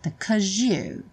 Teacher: é muito comum, no caso 'cause, que é a forma curta do because, ganhar na junção com you um som de J.